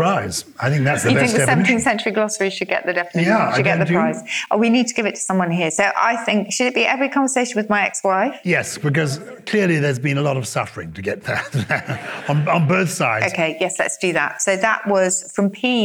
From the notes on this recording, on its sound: Recorded live at the Oxford Playhouse on Sunday 9th October 2021.